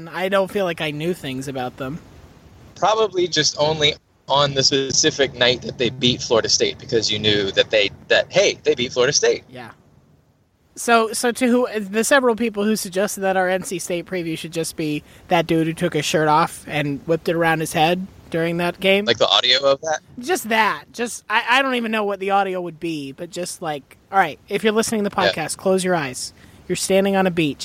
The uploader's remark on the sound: He recorded his portion in the car this week in transit to SEC Media Days. Recording in his car on a phone over the ineptly paved and uneven highways of Alabama.